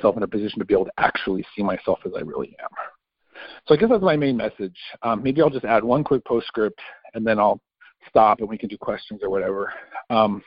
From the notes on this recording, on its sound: 2019 New Years Day Phone Conference